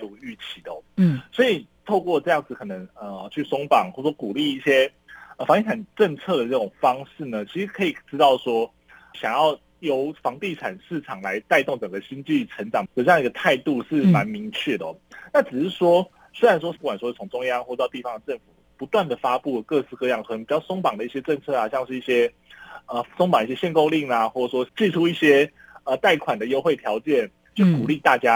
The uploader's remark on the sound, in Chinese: 連線訪問中央社駐上海記者